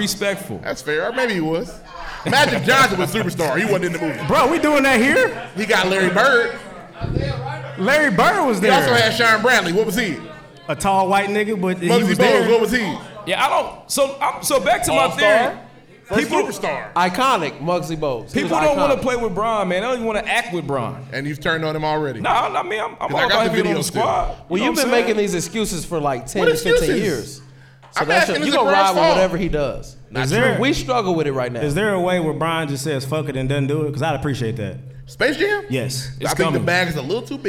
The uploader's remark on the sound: LIVE from the Meridian Park Event Center in Indianapolis, Indiana